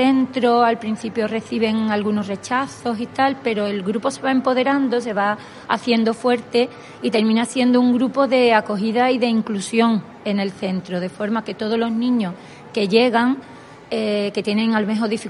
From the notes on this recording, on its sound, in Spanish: Este día hicimos una programa en directo desde el XIV Encuentro estatal de Ciudades Educadoras que se celebró en Sevilla.